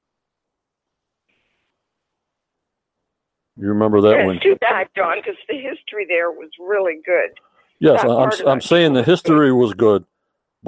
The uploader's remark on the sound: On the Phone !